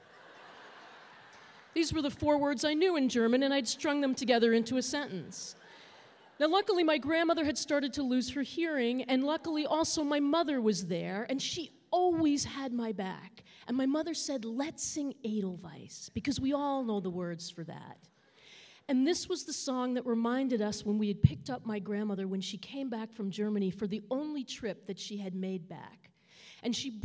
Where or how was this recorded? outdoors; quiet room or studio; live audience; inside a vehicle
live audience